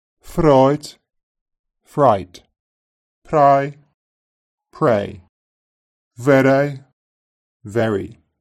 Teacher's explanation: Like Scousers, Brummies may tap their R sounds before vowels.